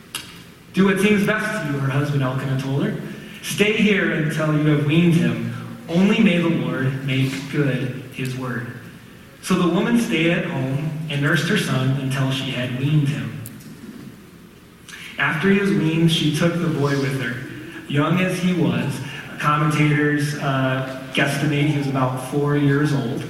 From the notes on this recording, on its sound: Sorry about the audio quality!